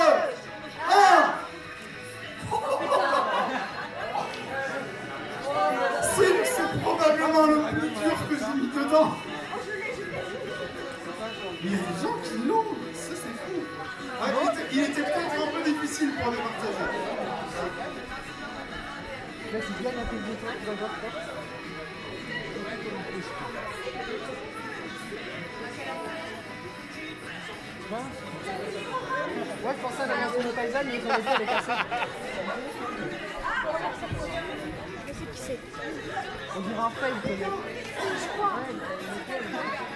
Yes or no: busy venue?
yes